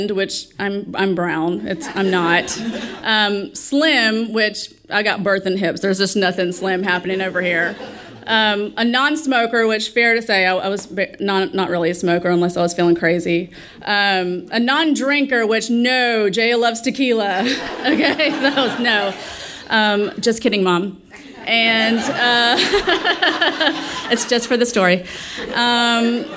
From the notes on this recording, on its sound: our sold-out audience in the palm of her hand from the moment that she stepped onstage, eliciting roars of laughter and more than a few tears.